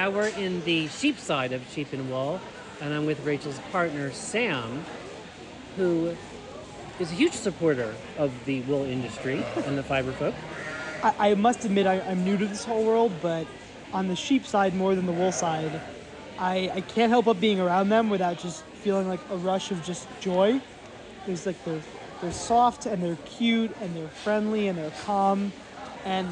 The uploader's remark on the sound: takes you live to the New York Sheep & Wool Festival at the Dutchess County Fairgrounds